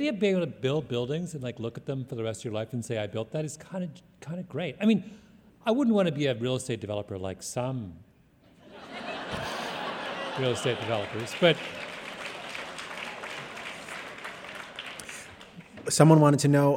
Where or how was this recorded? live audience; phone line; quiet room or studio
live audience